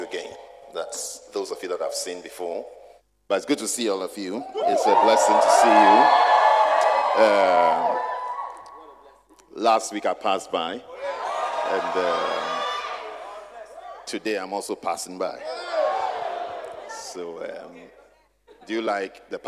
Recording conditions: large echoing room